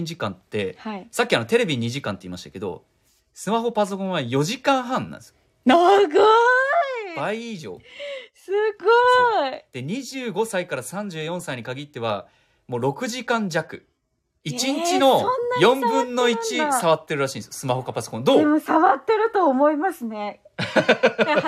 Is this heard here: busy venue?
no